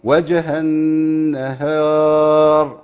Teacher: في الوقف عشان الراء مفخمه والالف تتبع الراء لكن هي في الوصل ما عنديش مشكله وجه النهار وكفره كله مرقق لكن عند الوقف راح تفخم فيقول لك ايه وجه النهار ها يا عم الشيخ يا ها في القران كله تمام كده تمام.